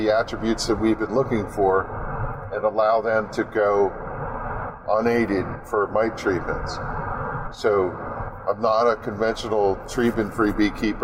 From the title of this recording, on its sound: In the Car